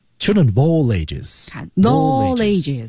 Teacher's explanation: a l l 这个单词在句子当中，不管是我们的电影配音还是纪录片里，基本全是容易被重读的。